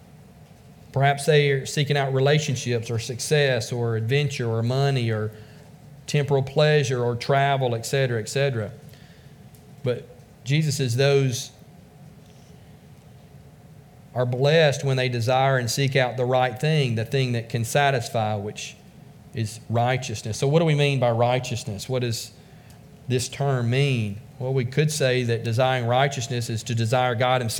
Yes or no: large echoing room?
yes